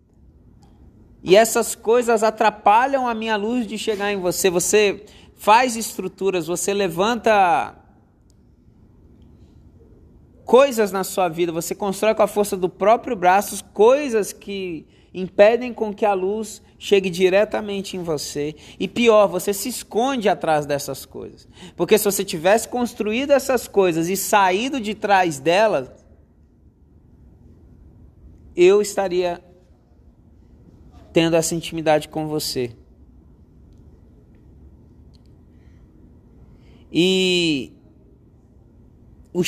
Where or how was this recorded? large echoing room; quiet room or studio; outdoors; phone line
large echoing room